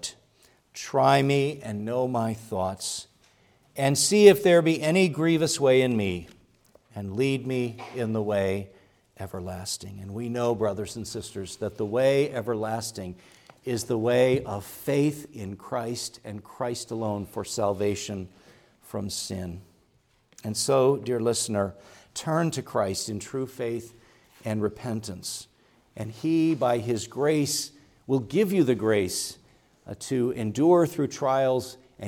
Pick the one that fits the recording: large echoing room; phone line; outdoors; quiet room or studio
large echoing room